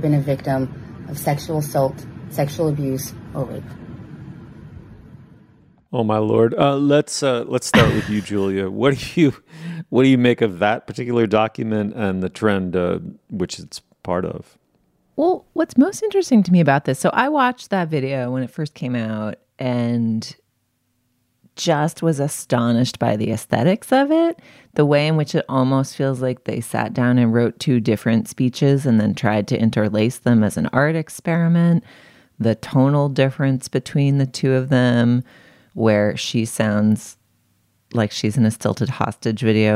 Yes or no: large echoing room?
no